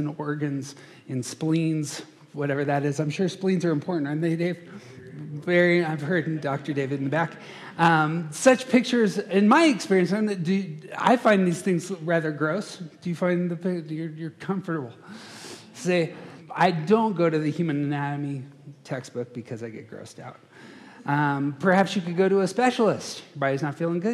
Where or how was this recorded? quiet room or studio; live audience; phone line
live audience